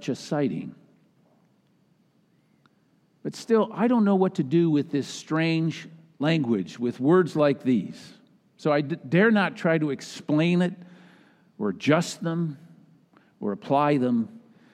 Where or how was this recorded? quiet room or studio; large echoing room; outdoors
large echoing room